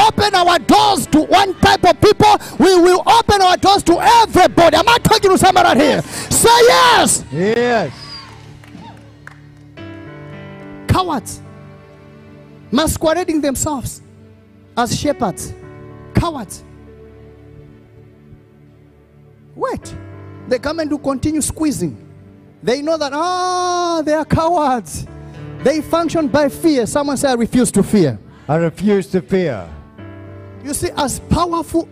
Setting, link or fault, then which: setting, live audience